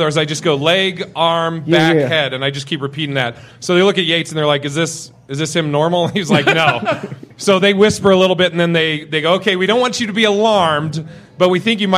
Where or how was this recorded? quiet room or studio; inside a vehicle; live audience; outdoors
live audience